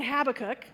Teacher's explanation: I've been saying Habakkuk with the emphasis on the hab